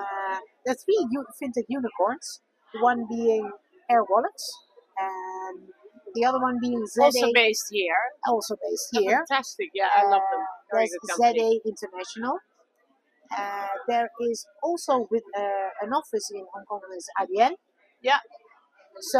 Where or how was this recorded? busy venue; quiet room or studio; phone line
busy venue